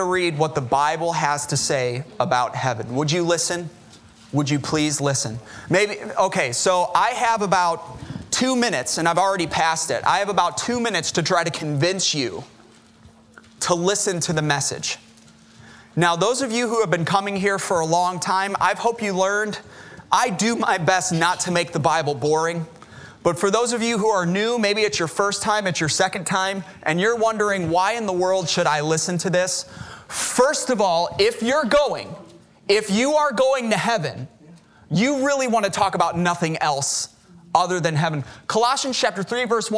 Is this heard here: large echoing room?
yes